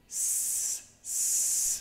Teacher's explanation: Lo expliqué mucho en otro video, pero lo que tienen que saber, van a tomar la letra justamente antes de la ED, y si es un sonido sin voz, como en este caso, s, s, no sienten vibración ninguna acá en la garganta